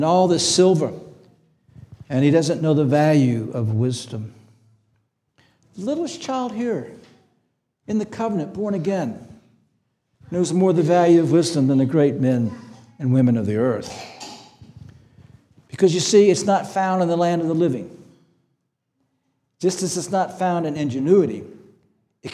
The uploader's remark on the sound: This sermon was preached on August 20, 2023 at Antioch Presbyterian Church. At Antioch Presbyterian Church, a mission work of Calvary Presbytery of the Presbyterian Church in America located in Woodruff, South Carolina.